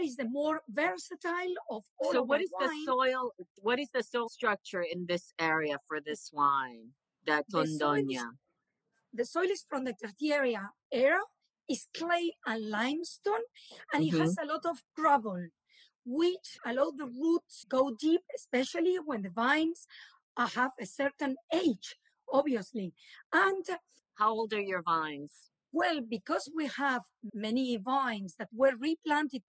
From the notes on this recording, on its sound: recorded on instalive during the pandemic